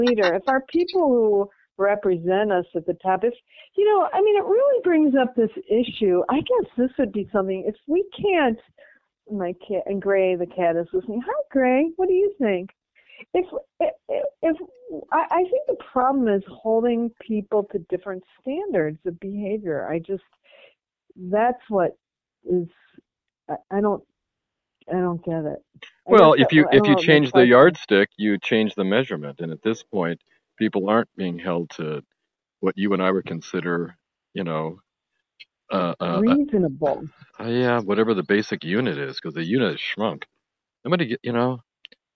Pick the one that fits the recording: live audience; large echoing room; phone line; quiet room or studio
phone line